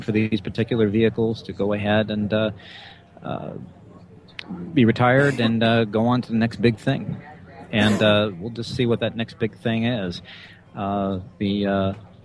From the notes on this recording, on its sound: Talking Space Broadcasts Live at STS-135. The entire team gathered at the Kennedy Space Center to broadcast live coverage of the final space shuttle launch. Over 200,000 of you listened to us live on launch day. Special thanks to Astronomy.FM for hosting the live stream and to all affiliate stations who joined it. Live from the Kennedy Space Center in Cape Canaveral, Florida.